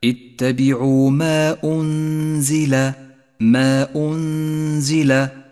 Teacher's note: جاء حرف المد وهو الألف في كلمة والهمزة في الكلمة التالية، ولذلك سمي مدا منفصلا، وهو مد جائز. · Term: المد المنفصل